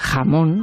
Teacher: el fonema, este fonema, velar, fricativo sordo, de jamón, esa J ¿no?